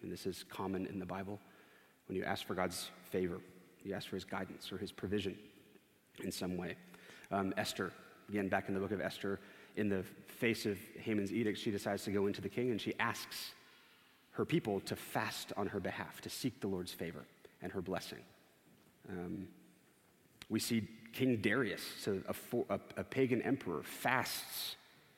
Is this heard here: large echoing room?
yes